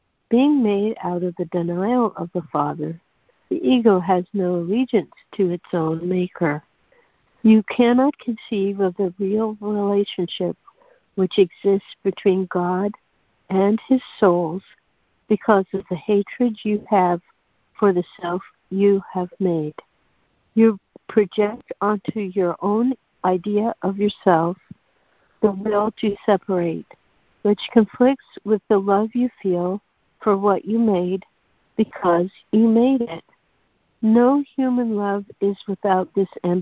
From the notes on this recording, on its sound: ACIM Daily Conference Call.